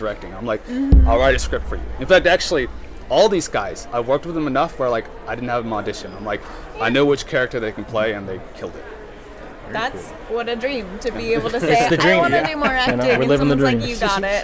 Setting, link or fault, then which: setting, busy venue